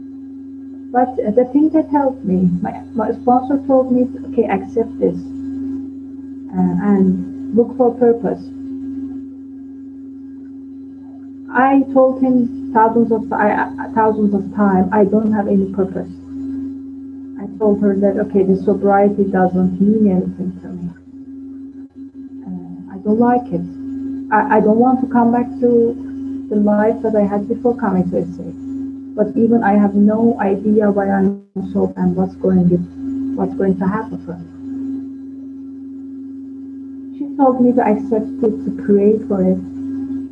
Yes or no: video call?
yes